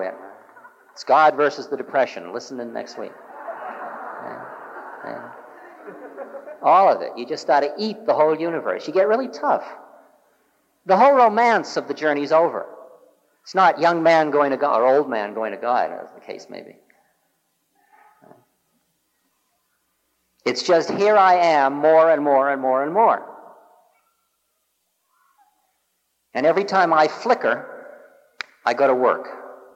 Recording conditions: live audience